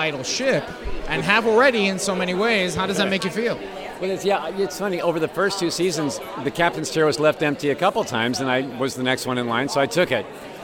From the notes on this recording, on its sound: interviews from the Red Carpet of the Star Trek Discovery Panel at PaleyFestNY 2019